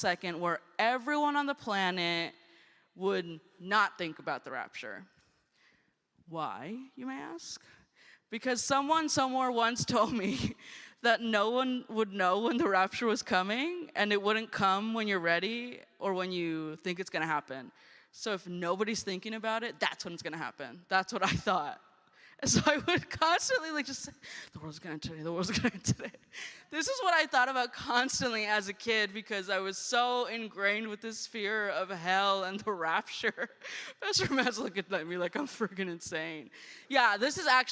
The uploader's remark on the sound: Guest Preaching at First United Methodist Church of Costa Mesa